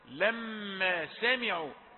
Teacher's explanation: سمعوا الكسرة، لما سمعوا يعني لا تختصر، لما سمعوا الذكرى لا تقلل من شأن الكسرة